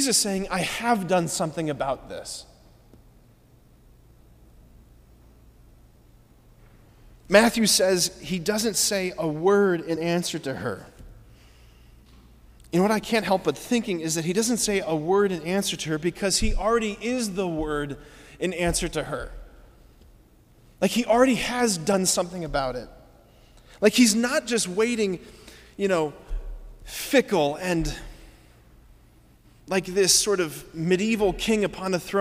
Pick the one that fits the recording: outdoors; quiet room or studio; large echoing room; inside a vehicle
large echoing room